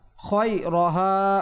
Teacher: খ এটা হরফ ইস্তালা মুস্তালিয়া হরফ সাতটি রয়েছে এর মধ্যে একটি হচ্ছে খ এটাকে সবসময় মোটা করে পড়তে হয় রাইট খায়রহা এভাবে পড়া যাবে না এটা ভুল ভুল আমরা মনোযোগ